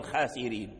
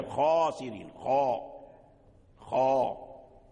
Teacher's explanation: تسمع الصوت يعني ارتفع إلى الحنك الأعلى · Shown in: second take · لما تسمع الصوت ارتفع إلى الحنك الأعلى يتصاعد، تصاعد، هذا · Term: حروف الاستعلاء